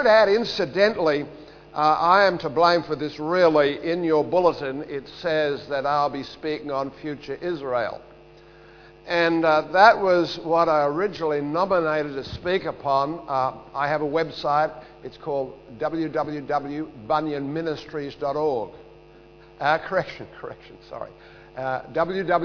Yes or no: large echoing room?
yes